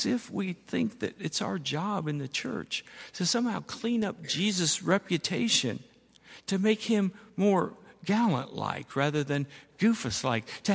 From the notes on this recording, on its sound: at Highland Baptist Church